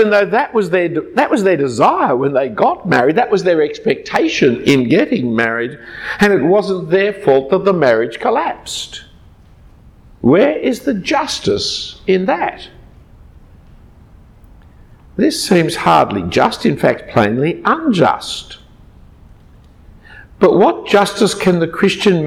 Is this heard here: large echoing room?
yes